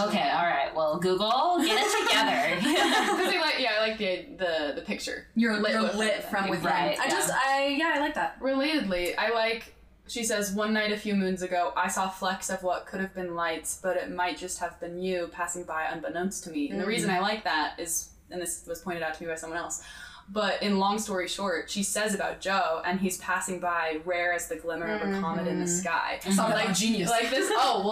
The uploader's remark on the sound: Note our recording setup was different than usual, so the episode will sound more echo-y and loud than we would like. Especially watch out for our first three or four draft picks, because we get especially loud then.